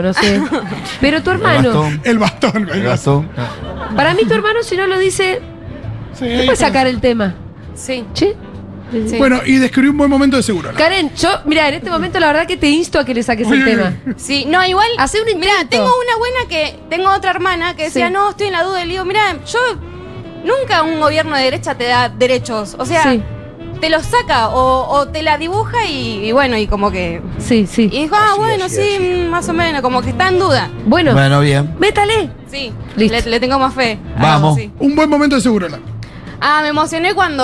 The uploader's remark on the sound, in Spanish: … en vivo en Yunta Bar